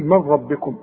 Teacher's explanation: النون تسقط لان بعدها راء